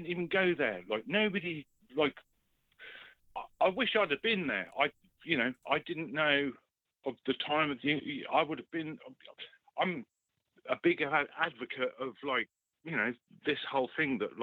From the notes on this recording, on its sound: The Global Phone-In. Listeners called in from all over.